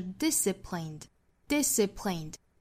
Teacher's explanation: 这个词的要点呢是重读音节在第一个音节上